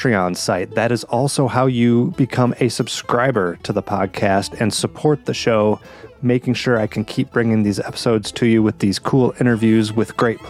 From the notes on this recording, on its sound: Recorded at the 2022 IBMA World of Bluegrass in Raleigh, North Carolina.